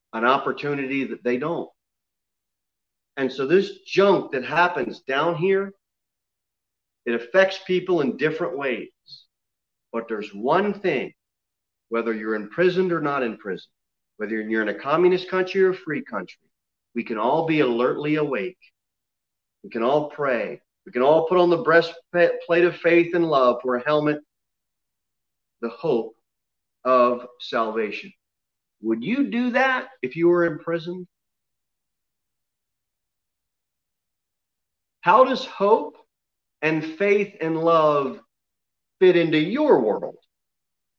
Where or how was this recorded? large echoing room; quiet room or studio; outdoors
large echoing room